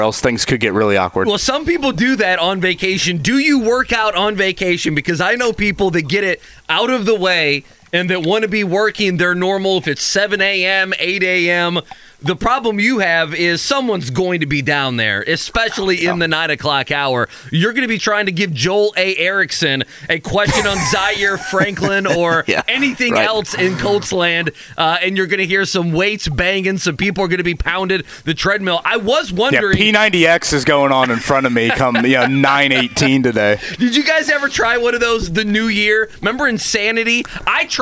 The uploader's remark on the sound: live from a Florida gym